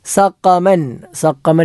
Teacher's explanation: ഖാഫ്, അത് അണ്ണാക്കിൽ നിന്നും പുറപ്പെടേണ്ട അക്ഷരമാണ്